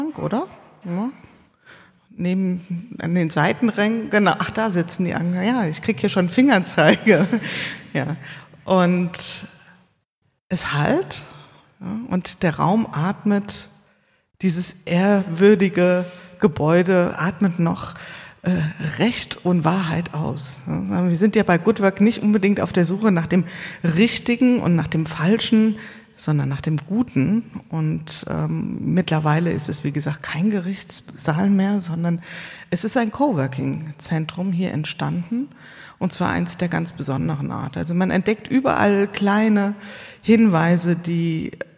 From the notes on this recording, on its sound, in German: Die Folge ist zweigeteilt: Eine Live-Aufnahme im Rahmen des Donnerstalks im Heimathafen im Alten Gericht und eine Studioaufnahme, mit gerade einmal 12 Stunden zwischen beiden Aufzeichnungen.